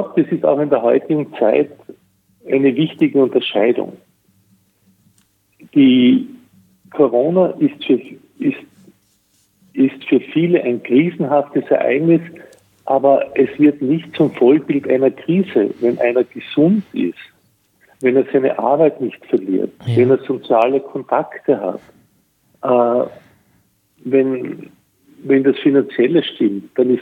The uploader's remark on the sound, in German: in einem Telefoninterview